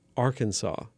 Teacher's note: If I end that word Arkansas with the vowels in father, the accent tends to be relatively light, Arkansas. But for people with stronger accents, they turn that vowel, that ah, into aw, as in the word fall, ball.